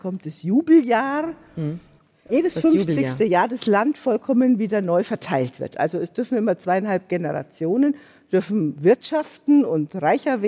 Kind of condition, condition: setting, live audience